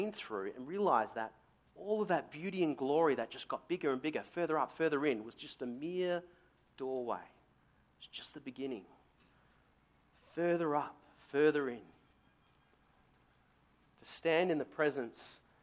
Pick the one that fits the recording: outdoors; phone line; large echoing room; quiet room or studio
large echoing room